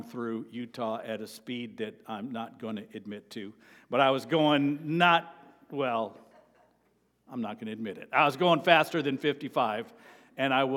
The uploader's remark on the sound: At Avondale Baptist Church.